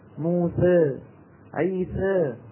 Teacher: الألف المقللة أو الإمالة الصغرى أو بين بين ونتجت من خلط الألف بصوت الياء بنسبة تكون فيها الألف ذات حظ أوفر من حظ الياء